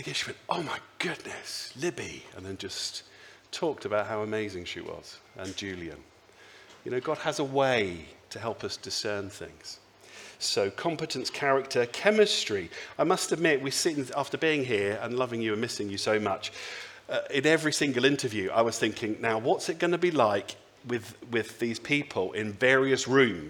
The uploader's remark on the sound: Speaks at the Sunday Service.